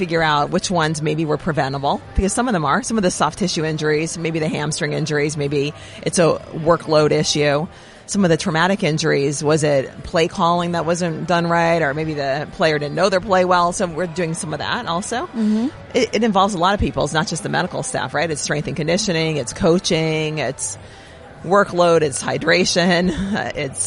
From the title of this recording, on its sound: Live From the 2019 NFL Combine